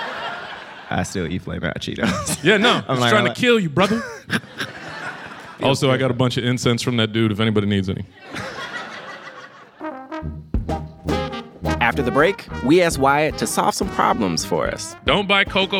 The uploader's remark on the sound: Onstage at their recent live show in Brooklyn.